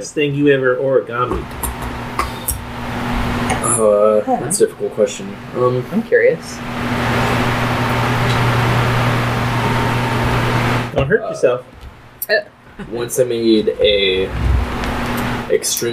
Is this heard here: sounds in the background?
yes